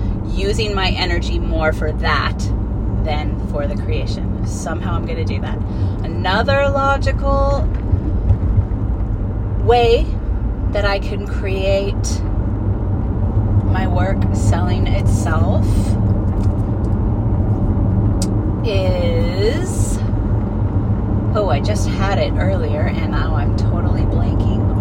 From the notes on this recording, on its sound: I recorded it in the car so the sound quality is horrific, sorry